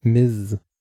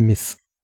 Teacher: Und es spricht sich, so wie ich es in Erinnerung hatte, mit einem stimmhaften S am Ende · Shown in: first take